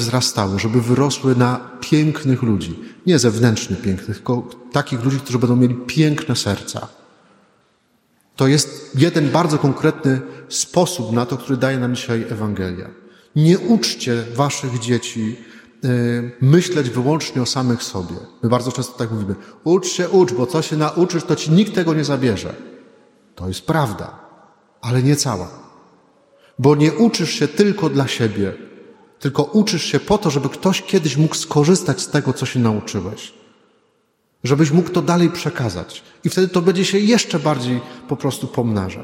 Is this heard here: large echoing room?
yes